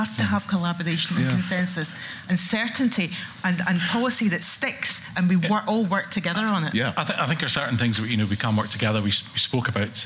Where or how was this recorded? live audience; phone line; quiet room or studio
live audience